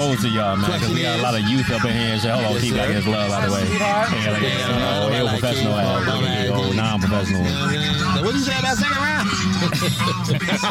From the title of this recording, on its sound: On Location In Mission Beach California